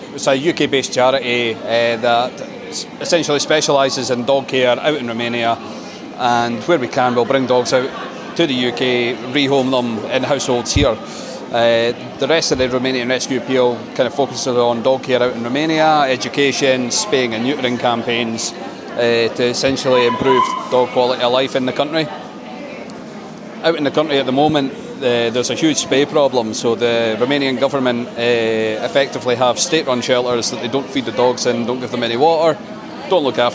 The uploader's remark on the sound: The Yard Sunday Social's Christmas Barket. This doggy-centric event was a collaboration between The Yard and Dog Friendly Perthshire which had two rooms filled with stalls, a social seating area, food stalls and lots of our four-legged friends (some of which make a cameo during the recording!).